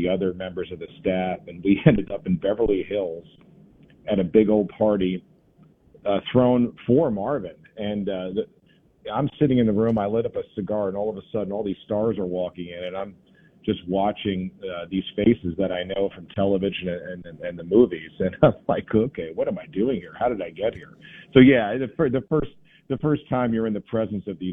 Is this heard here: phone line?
yes